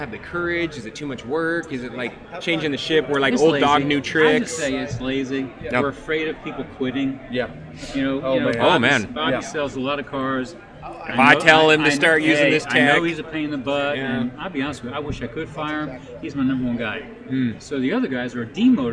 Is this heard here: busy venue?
yes